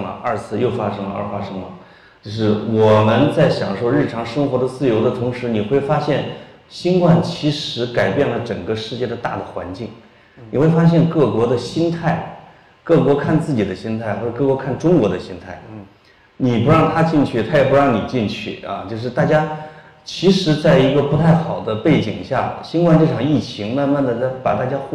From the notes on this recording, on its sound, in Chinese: 线下活动录音